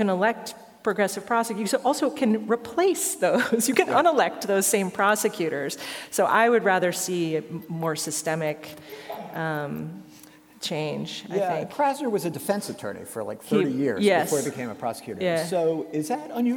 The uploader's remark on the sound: Recorded live at Penn State.